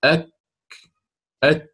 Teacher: شديدان في أولهما ثم مهموسان في آخرهما. يعني أنت تقول الآن انحبس الصوت، فلا تدري هل هو كاف أو تاء.